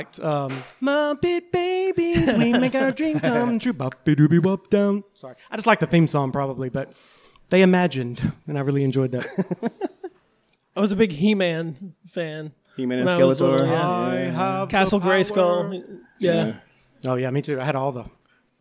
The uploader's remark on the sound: Live from Kollective Coffee in Downtown Hot Springs, Arkansas. We had a packed house, tremendously cool vibes.